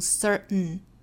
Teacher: Birth 和后面的 certain.这个词在美音里比较多被发成 certain. Certain 就是后面不会发一个 t 的发音了，会发 certain，直接用鼻音去代替。